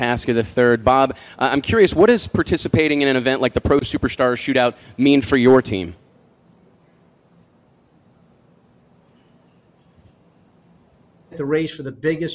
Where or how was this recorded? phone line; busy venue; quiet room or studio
busy venue